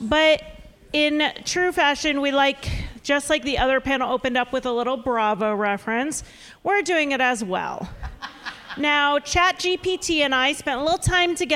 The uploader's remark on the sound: True Crime Live Panel. For a live panel from the Berkshires.